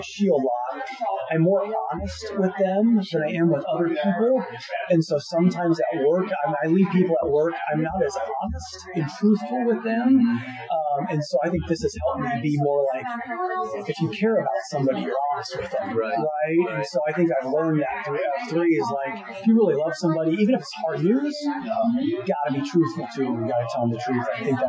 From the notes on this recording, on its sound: This episode is in person so there may be some background noise